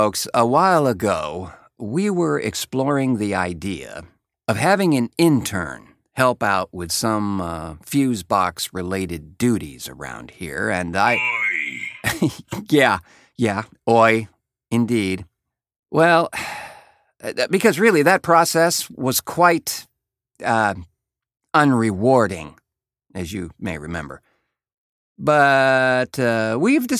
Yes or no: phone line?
no